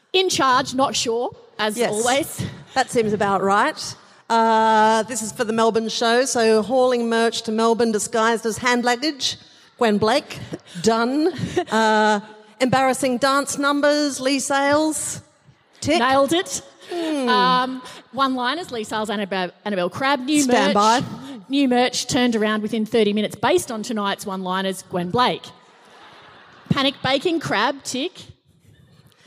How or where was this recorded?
live audience